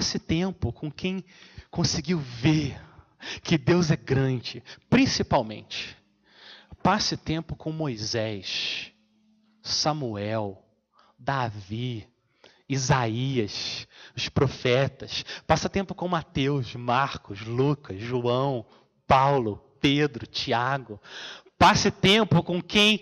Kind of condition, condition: setting, large echoing room